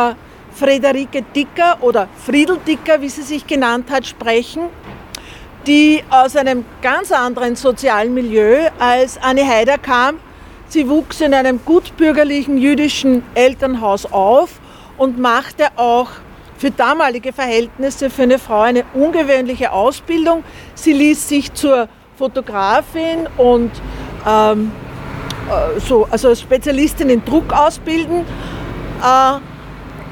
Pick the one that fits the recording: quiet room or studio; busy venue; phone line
busy venue